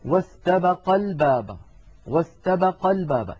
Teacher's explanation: في سورة يوسف عن يوسف وامرأة العزيز واستبقا الباب، واستبقا الباب، لما نصل ألف استبقا تسقط للتخلص من التقاء الساكنين